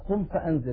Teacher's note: يعني مثلا قم فأنذر، يا أيها المدثر، قم فأن ينتقل من مخرج الهمزة في كلمة أنذر إلى مخرج الذال وهو طرف اللسان مع أطراف الثنايا العليا · Term: الإخفاء